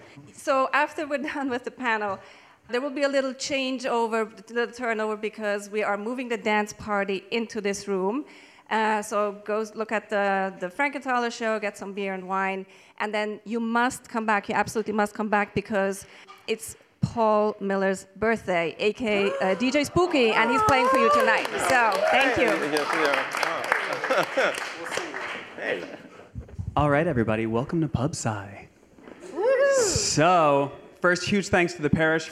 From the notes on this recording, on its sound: A science and art conversation series that takes place in a pub-style setting. Panelists engage the audience in an open discussion.